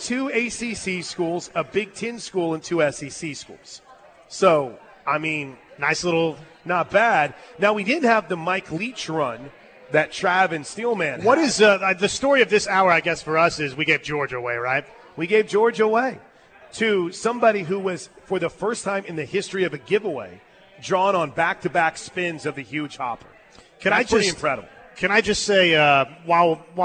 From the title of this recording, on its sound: LIVE FROM BWW IN EDMOND FOR GRIDIRON GIVEAWAY